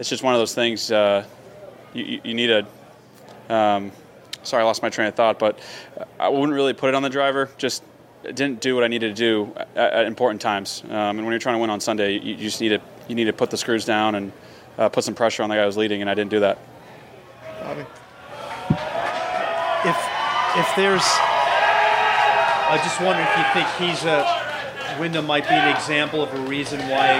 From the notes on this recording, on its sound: Live interviews from The Wells Fargo Championship